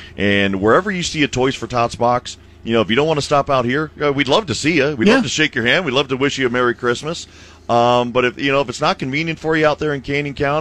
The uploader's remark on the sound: "LIVE" from the annual Toy Drive